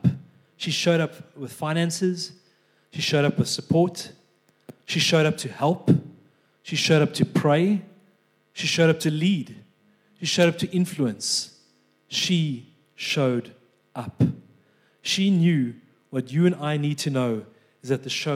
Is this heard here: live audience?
yes